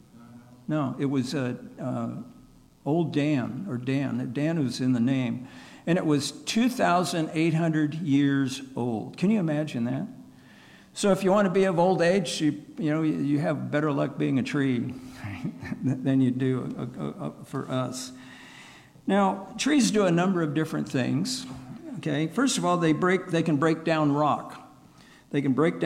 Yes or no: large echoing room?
yes